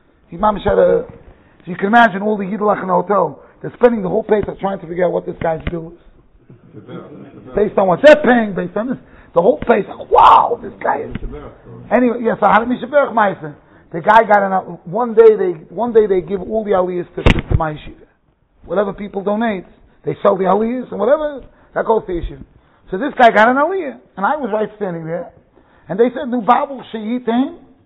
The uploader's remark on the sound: Shiur recorded in Yeshivas Ohr Reuven, Monsey NY.